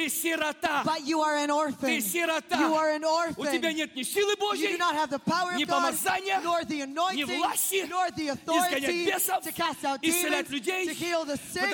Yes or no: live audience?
yes